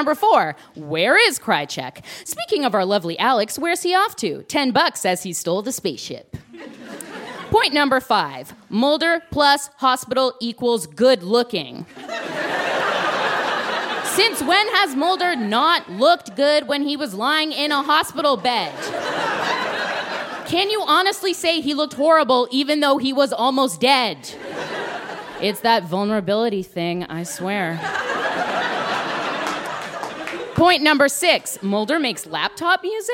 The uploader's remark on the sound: Recorded live at The Gladstone Theatre in Ottawa.